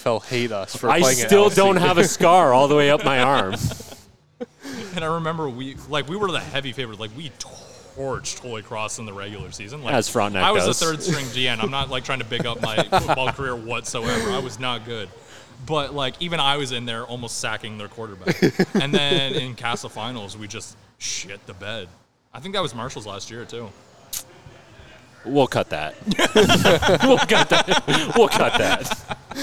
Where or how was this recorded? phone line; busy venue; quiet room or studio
busy venue